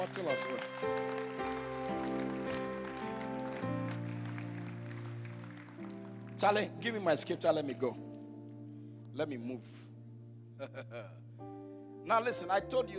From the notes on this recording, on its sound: during the Fire Service at the Greater Lover Cathedral